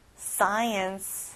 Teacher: 앞에 SC로 돼 있지만 K 발음은 안 나요